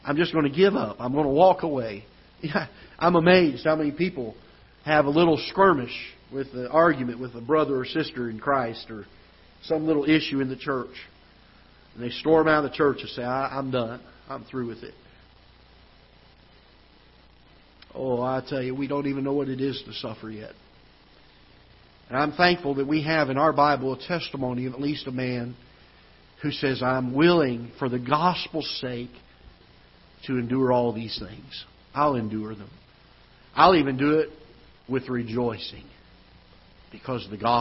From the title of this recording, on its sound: Ketha Heights Baptist Church ~ Live Broadcast